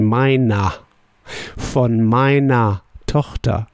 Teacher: So we say meiner with er at the end. It sounds like a when you pronounce it.